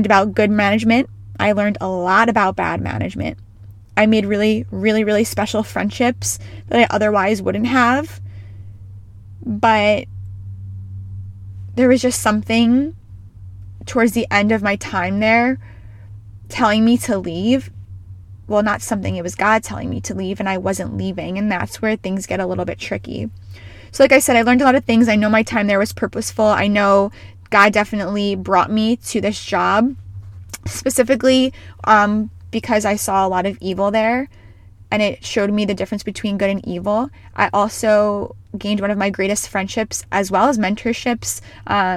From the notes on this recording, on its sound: She is recording from her car